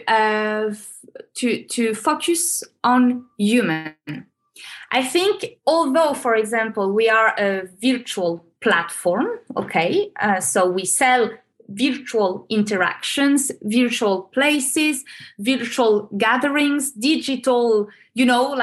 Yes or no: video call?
yes